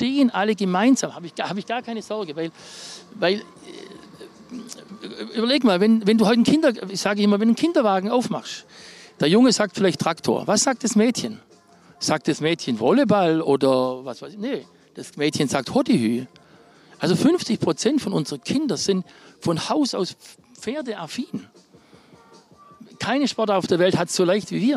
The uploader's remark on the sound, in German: Dieses Gespräch wurde im Zuge der Bundeschampionate im September 2023 in Warendorf aufgenommen.